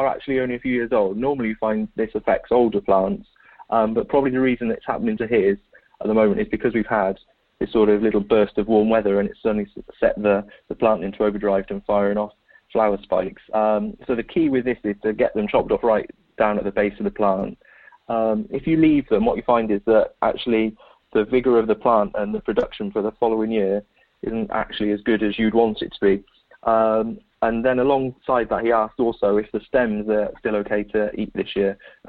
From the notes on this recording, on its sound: This episode is recorded over the phone!